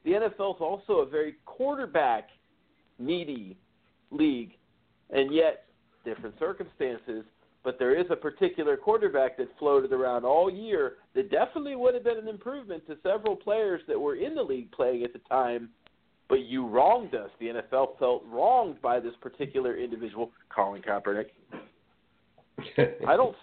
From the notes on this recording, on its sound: A SPECIAL CALL IN GUEST!!!!!